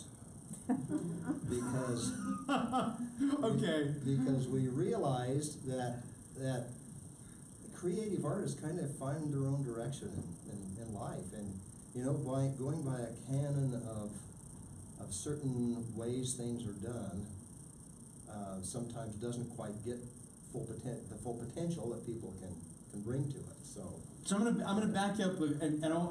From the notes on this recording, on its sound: Held as a live interview and Q&A during the final night of the 2017 Zion Art Invitational